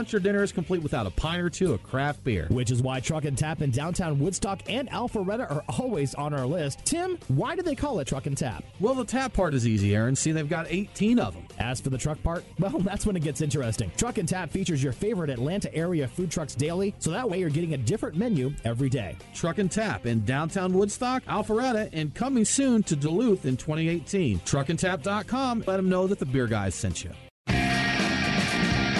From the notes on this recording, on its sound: live from the (very noisy) Classic City Brew Fest